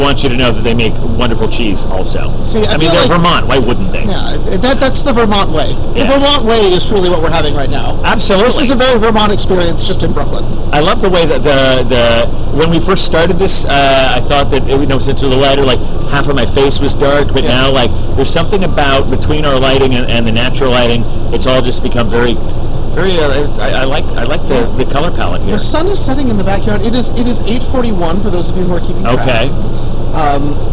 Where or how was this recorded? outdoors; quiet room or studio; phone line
outdoors